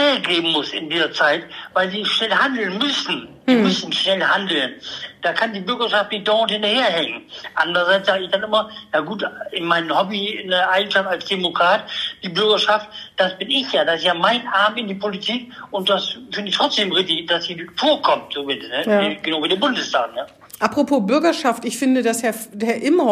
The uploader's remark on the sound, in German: findet auch dieses Mal aus Infektionsschutzgründen per Telefon-Schalte statt